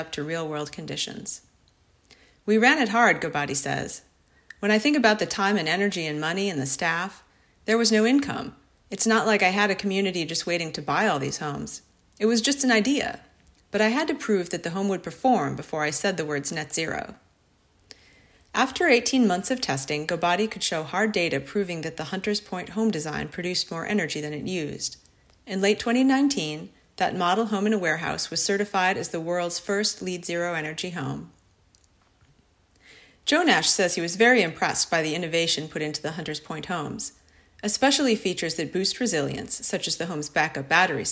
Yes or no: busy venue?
no